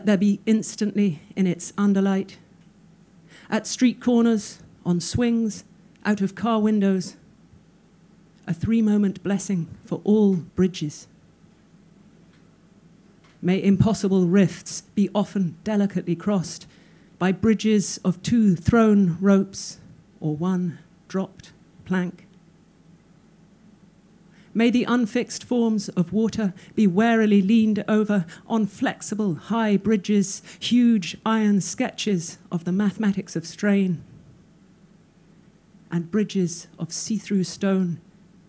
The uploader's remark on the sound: Recorded at The Social, London on 2 July, 2012.